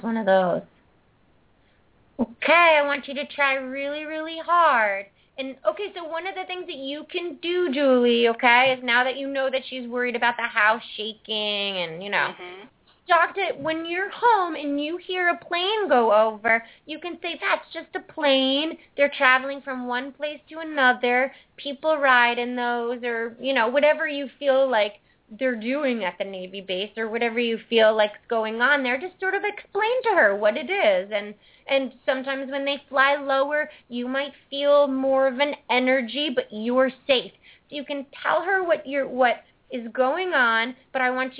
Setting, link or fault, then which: link, phone line